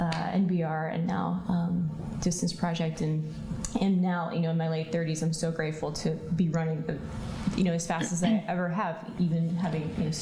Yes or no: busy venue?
yes